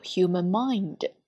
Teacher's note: Mind,这里要注意是 I 的双元音，尾音的 d 可以被轻微失爆掉